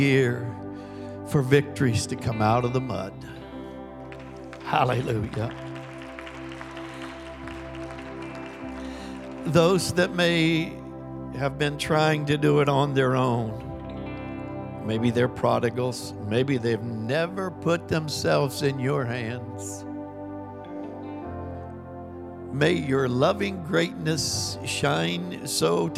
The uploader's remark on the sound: Recorded live on 1/15/23.